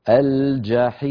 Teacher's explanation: كل هذه نسمعها من بعض إخواننا يعني ما تصح، يجب أن تكون هذه اللام عند الجيم قمرية يعني منطوقة · Term: لام قمرية